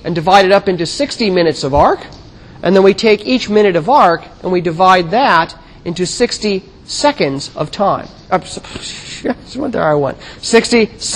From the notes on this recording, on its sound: In 1000 McPherson Lab on the Columbus campus of The Ohio State University.